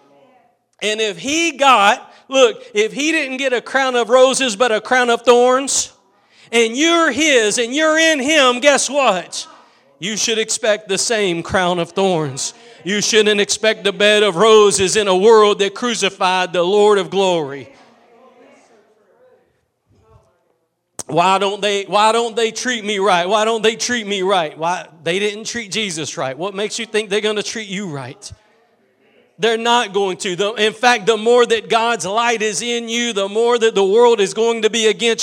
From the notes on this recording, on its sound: Preached at Gospel Lighthouse in Bossier City, La.